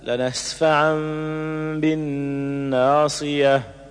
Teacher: وتوصل بقلب التنوين ميما عند الباء